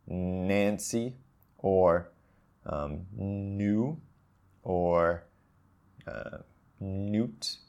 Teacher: my tongue is touching behind my teeth. And that's actually acting as a sort of barrier to air coming out of the mouth. So what does the air do? It comes out of the nose. · Term: N sound